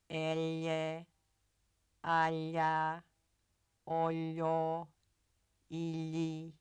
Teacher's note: Voiced palatal lateral approximant.